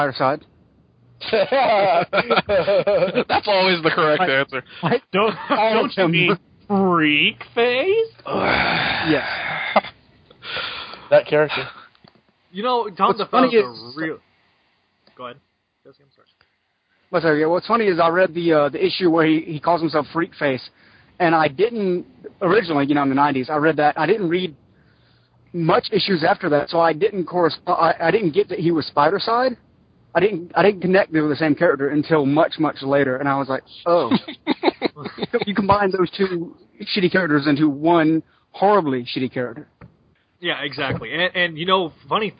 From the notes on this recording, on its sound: In this episode we take live callers from around the world